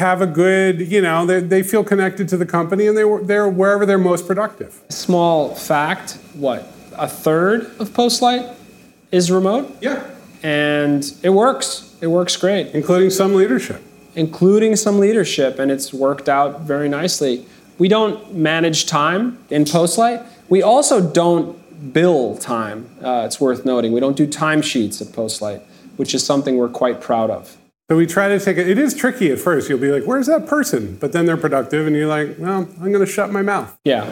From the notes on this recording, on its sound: record a live podcast episode at our Ship It!